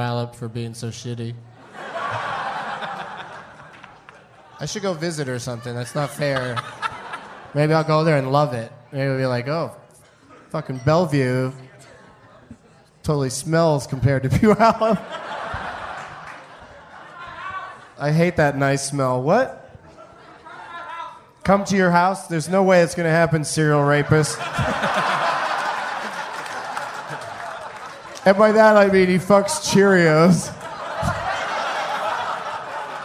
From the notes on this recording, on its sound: Recorded at Parlor Live Comedy Club in Bellevue, Washington on April 3rd, 2011.